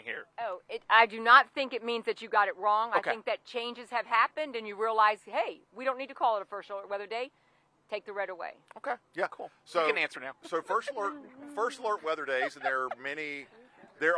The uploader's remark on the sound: Broadcast live from Bonfire Taqueria in Conway for our season finale as part of WMBF First Alert Hurricane Week!